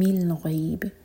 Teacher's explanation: با کو ساکن کر کے رکیں گے تو یہاں پر قلقلہ ہوگا